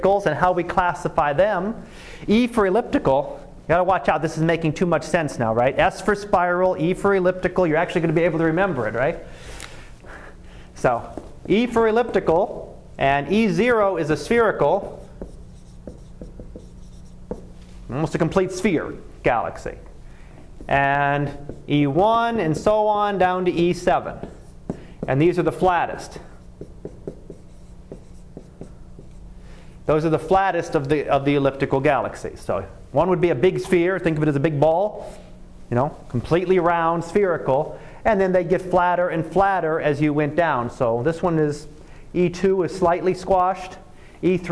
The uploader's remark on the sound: Live Class Lecture